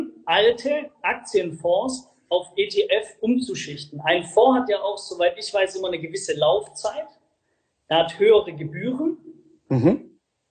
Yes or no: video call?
yes